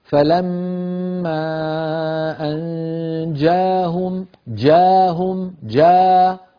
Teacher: افتحي الألف ولا تخلطيها بشيء من الإمالة